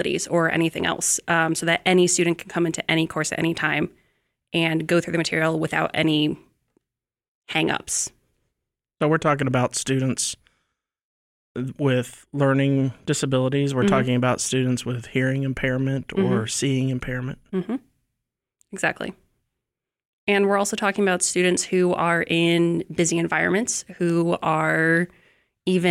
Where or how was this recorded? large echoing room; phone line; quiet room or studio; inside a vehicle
quiet room or studio